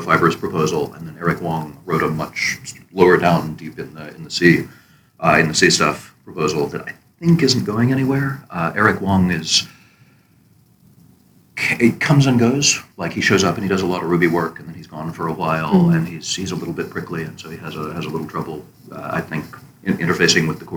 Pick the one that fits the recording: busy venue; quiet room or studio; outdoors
busy venue